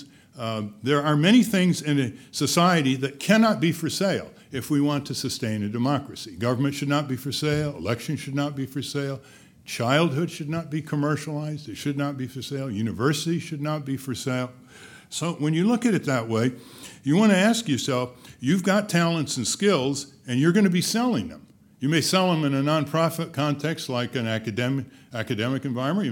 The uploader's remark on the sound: In this video podcast, recorded at the 2007 International Achievement Summit in Washington, D.C.